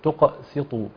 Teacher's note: يعني السين وقعت بين جبلين، وهي يعني السين مرققه · بين القاف التي هي مفخمه ومقلقله، وبين الطاء التي هي مفخمه ومطبقه